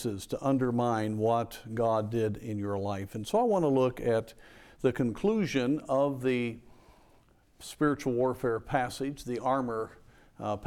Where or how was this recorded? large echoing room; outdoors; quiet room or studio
large echoing room